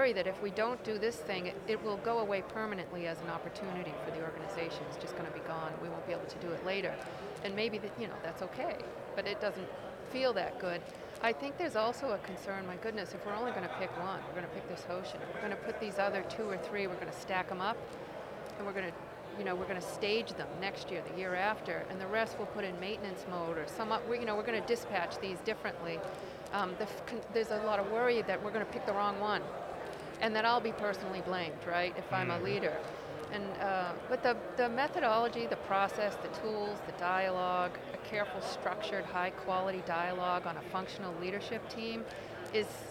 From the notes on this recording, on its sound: From the GBMP Northeast Lean Conference!